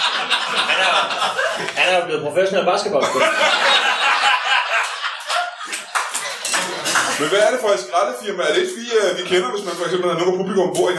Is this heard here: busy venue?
yes